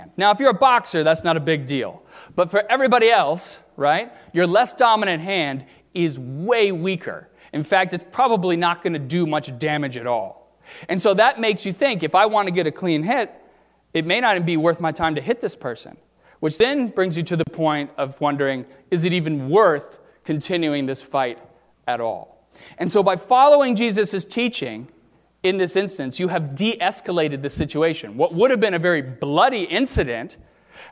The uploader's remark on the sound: during the 9:00 AM service on Sunday January 27, 2019, at First Presbyterian Church of Arlington Heights, Illinois.